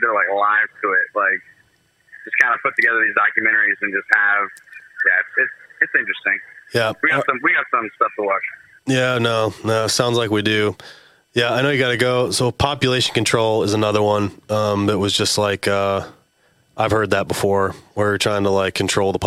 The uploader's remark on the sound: calling in from Mexico, so the overall audio sounds a little different in this episode